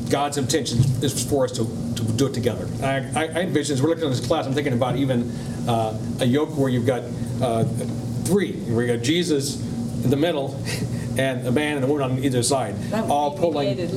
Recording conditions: live audience